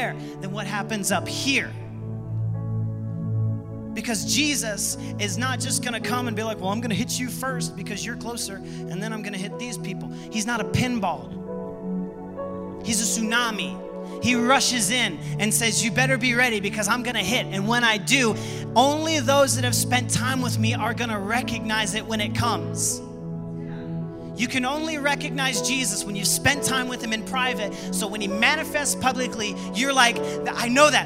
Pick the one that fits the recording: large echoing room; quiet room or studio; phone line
large echoing room